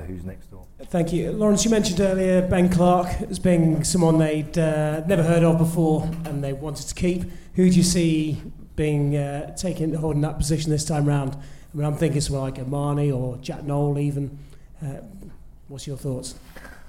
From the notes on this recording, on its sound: The Lions Live Preview Special. A live studio audience. The second part sees the panel field a range of challenge questions from the audience.